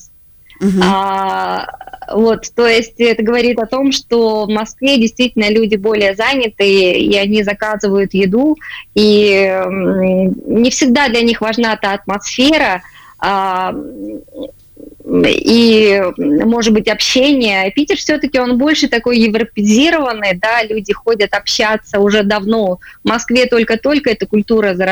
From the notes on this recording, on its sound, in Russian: В эфире программы «Открытая Кухня» созваниваемся